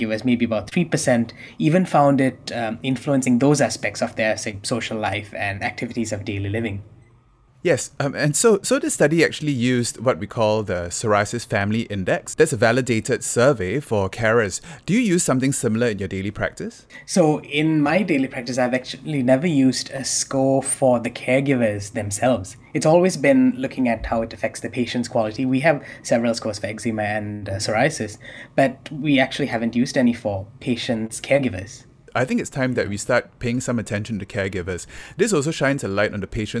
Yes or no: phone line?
no